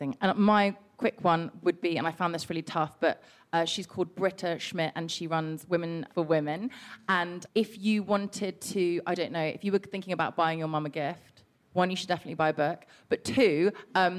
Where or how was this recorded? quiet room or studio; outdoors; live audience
live audience